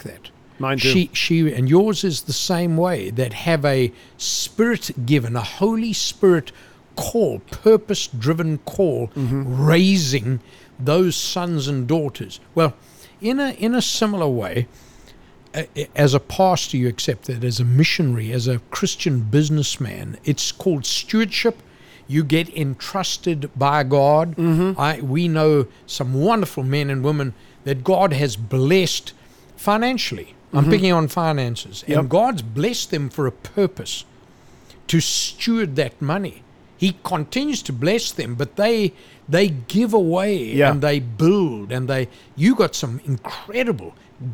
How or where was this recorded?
busy venue